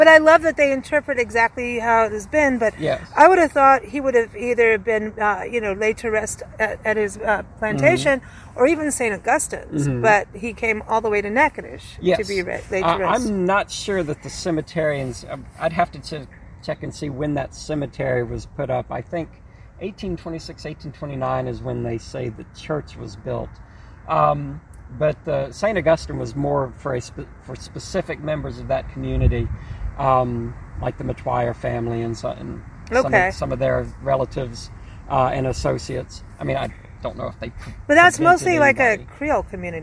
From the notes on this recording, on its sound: Recorded onsite at the historic American Cemetery